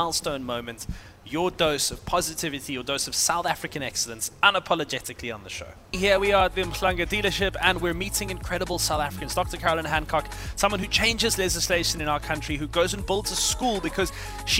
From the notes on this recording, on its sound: Live from the Heritage Tour's 1st stop in Durban